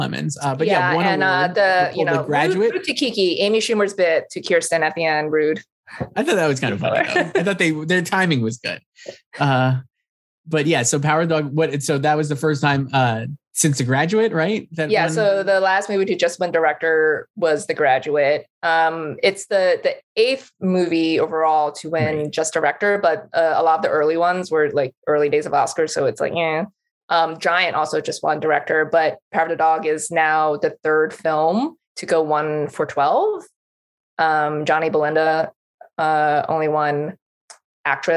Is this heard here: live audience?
no